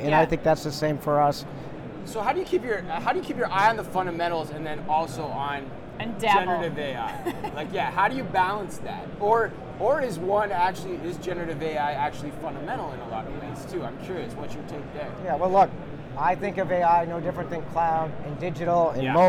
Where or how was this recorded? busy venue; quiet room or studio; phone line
busy venue